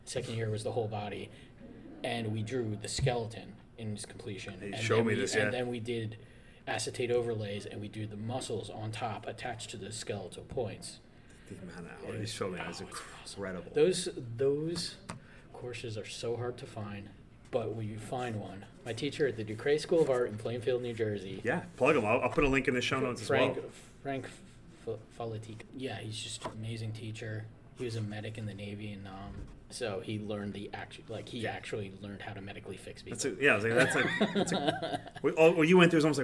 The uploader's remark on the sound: at PhilCon 2022 for a live interview